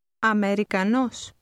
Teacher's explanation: Notice that the stress is on the end of the word.